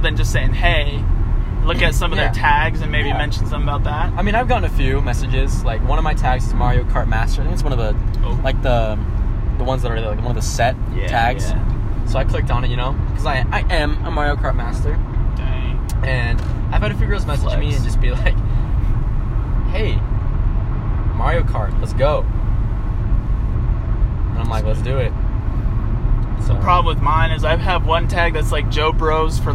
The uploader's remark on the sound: We literally did our first two podcasts in the car so please excuse the horrible audio quality